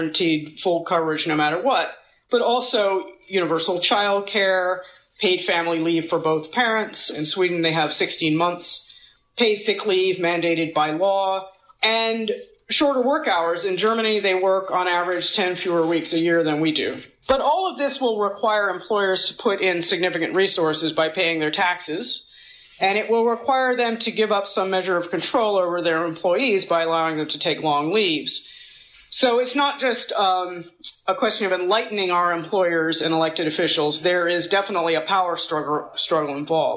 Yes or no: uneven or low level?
no